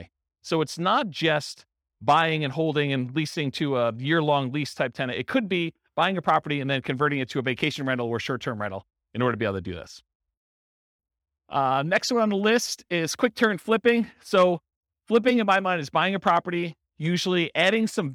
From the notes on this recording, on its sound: Real estate investors and real estate entrepreneurs in Largo, Florida. This was a live class recorded. The live in-person version.